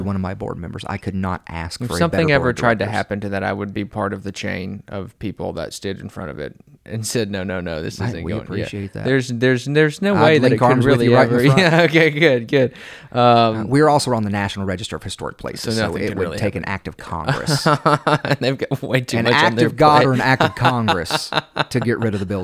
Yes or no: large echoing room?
no